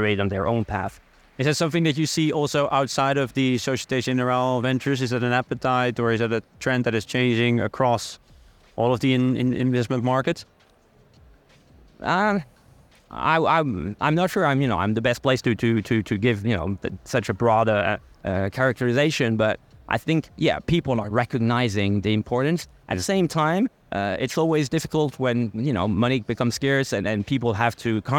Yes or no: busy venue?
yes